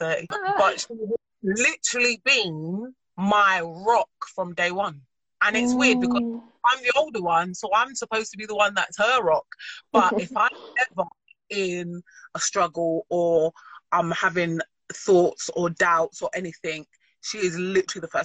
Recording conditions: video call